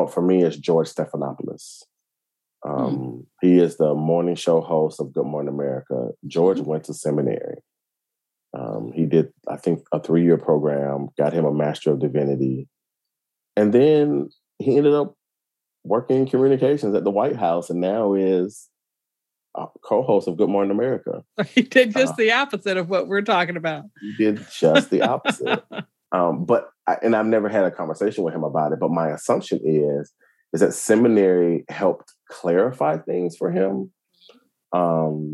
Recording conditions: video call